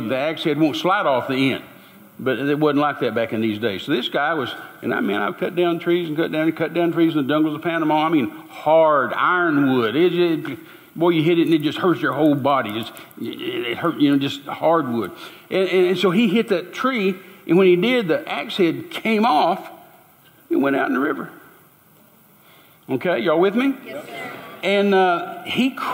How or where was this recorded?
live audience